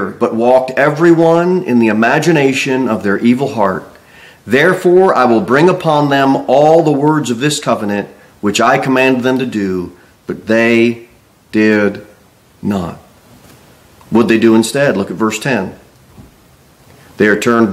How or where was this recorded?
large echoing room